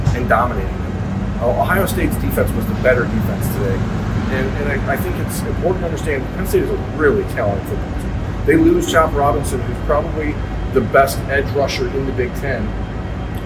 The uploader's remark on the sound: We apologize for lower-than-usual quality audio. We were using a different setup than normal because THE Postgame Live Show was using our main equipment and it just didn't go as expected.